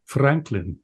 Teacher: he had a trilled R, which is certainly not common in either England or within the United States today.